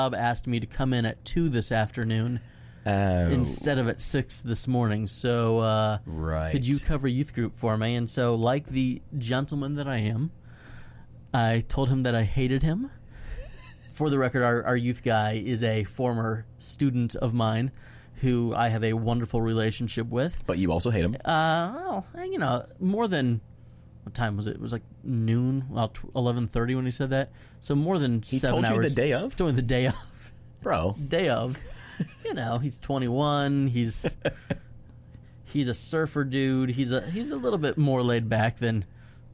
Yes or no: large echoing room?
no